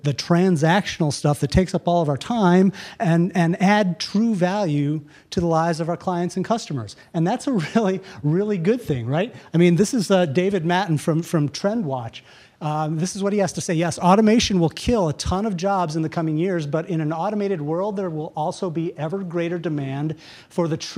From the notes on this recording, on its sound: Day 2 of the live event coverage of the VeraSage Symposium. Every two years, the Fellows of VeraSage gather to learn from one another.